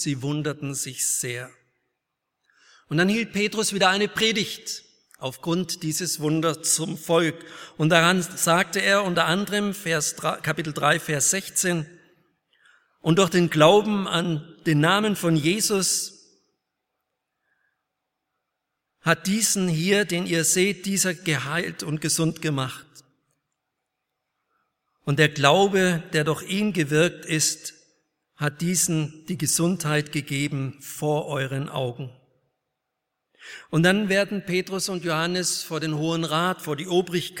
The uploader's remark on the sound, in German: Aus dem Gottesdienst der Liebenzeller Mission.